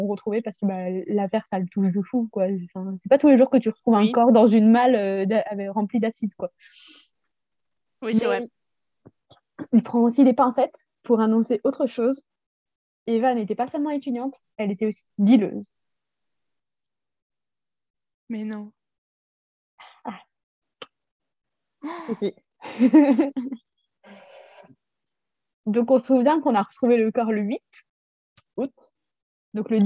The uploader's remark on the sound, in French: La qualité du son n'est pas optimal sur cet épisode